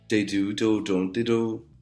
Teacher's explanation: Another definitive feature of the Scouse accent is the change in the TH sound, the TH sound, from a TH to a D.